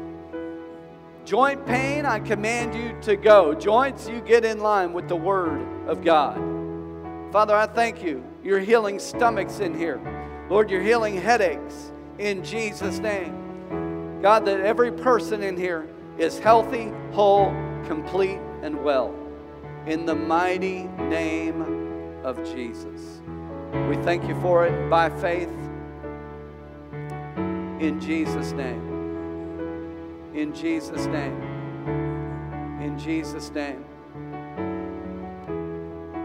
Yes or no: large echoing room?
yes